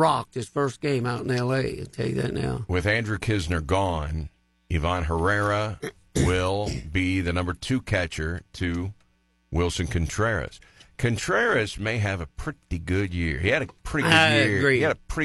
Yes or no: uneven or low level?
no